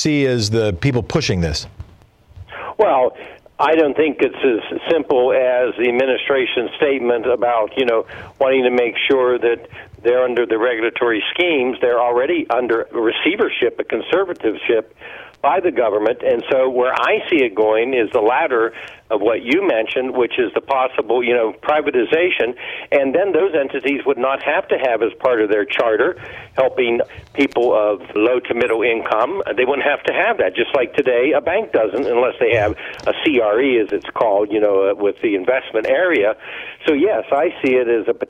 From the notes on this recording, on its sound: phones in from Portland